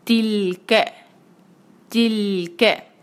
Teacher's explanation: सिर्फ आपने इस बात का ध्यान रखना है कि ये लंबा ना हो, तिल क ऐसे नहीं बल्कि तिल क, और का की आवाज़ का ना हो और ना ही के हो बल्कि इसके बीच में इसकी आवाज़ हो, बनेगी तिल क तिल क।